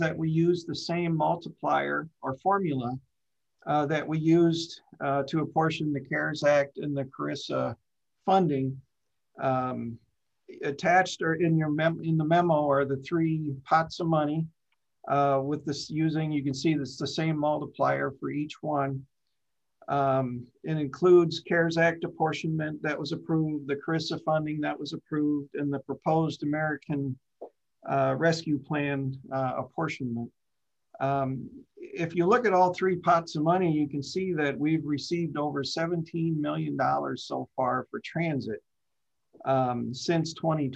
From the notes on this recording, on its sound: Zoom meeting